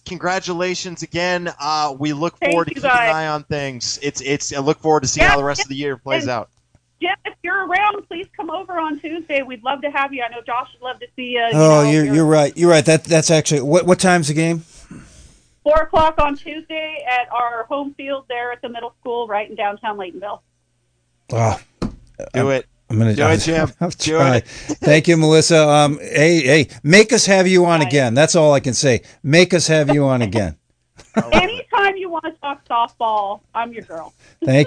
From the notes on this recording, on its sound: an hour of community call ins